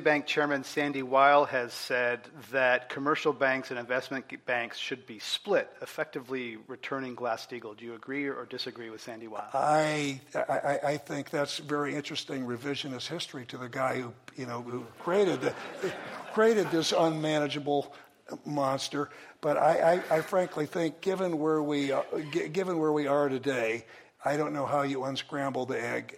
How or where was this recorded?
live audience